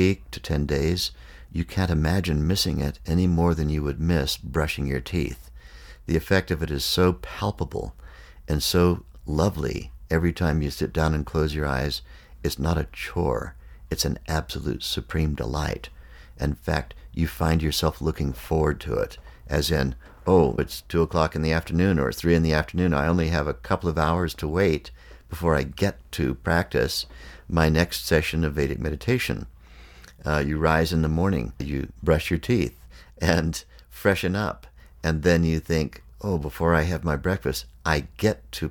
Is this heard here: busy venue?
no